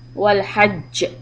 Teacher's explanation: when stop on the جيم with the شدة make it sound really heavy on the قلقلة